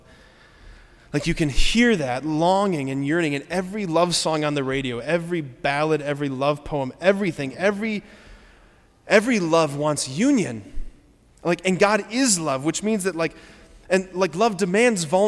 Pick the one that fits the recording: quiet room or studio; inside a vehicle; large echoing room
large echoing room